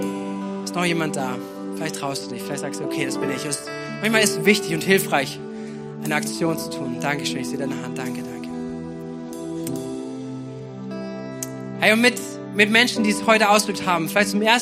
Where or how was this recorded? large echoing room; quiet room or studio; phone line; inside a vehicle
large echoing room